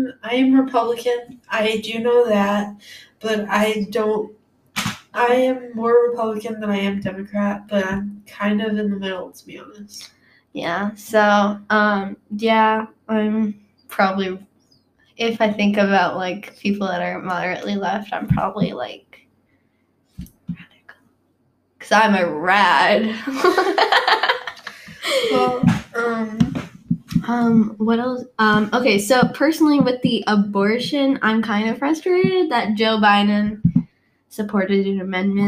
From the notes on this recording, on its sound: There is some background noise, so we'll try and fix that at later.